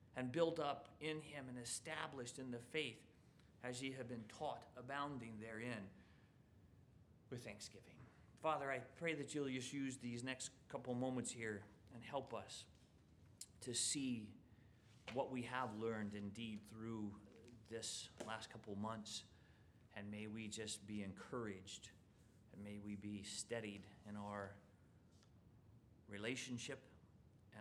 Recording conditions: large echoing room